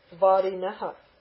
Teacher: It takes really a dental nasal, but that dental nasal will turn to a lingual because of the ra in vadi